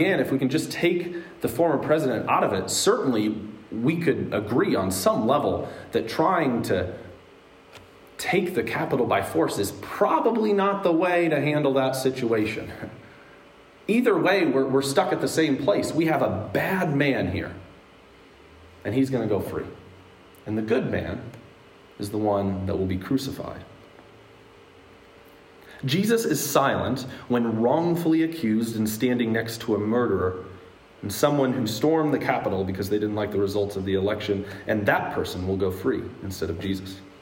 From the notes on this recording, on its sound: Today's word of encouragement comes from a sermon I preached at Hope Evangelical Free Church on February 24th, 2022.